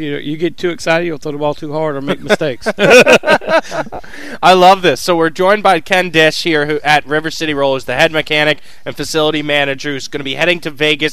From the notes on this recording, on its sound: live from River City Roll